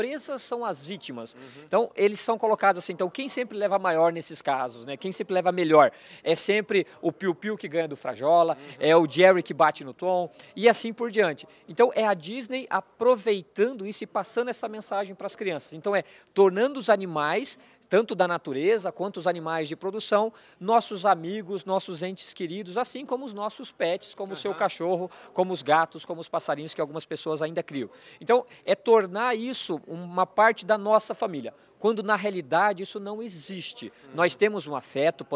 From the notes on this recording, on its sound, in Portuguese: Nesta prosa, gravada durante o Meeting Adir